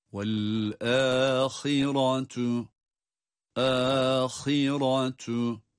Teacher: Burada âhira gibi kalın harflerin esri almış hallerine baktığımız zaman şunu görüyoruz. Harfin kendisi kalındır ama esresi ince okunacaktır.